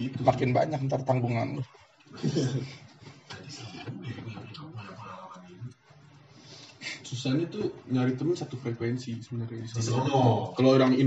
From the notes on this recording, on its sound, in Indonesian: First impression yang sangat buruk dan ancurrr karena pertama kalinya duel sama mic